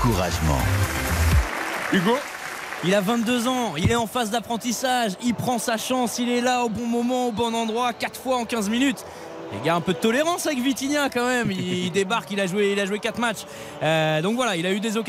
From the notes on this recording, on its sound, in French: en direct du Vélodrome